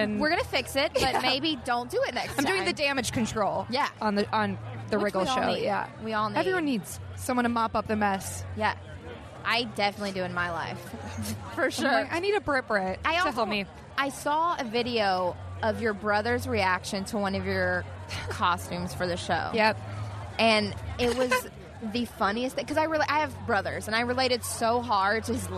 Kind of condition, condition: setting, busy venue